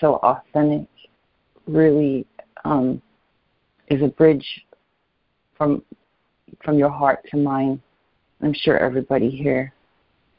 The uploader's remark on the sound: ACIM Daily Conference Call